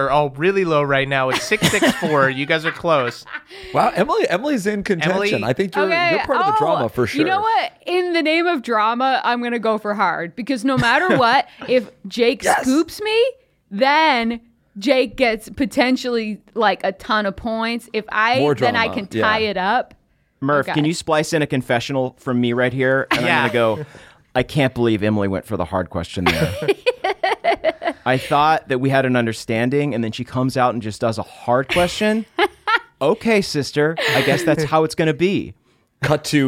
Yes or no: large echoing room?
no